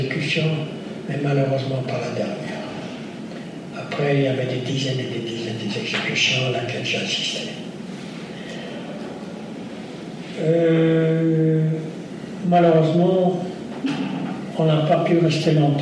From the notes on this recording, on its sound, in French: lors de cette conférence